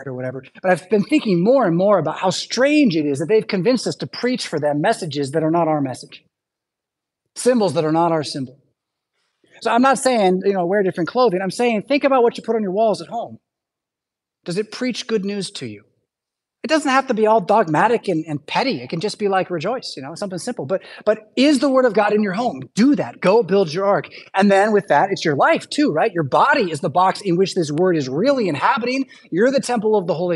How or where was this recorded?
large echoing room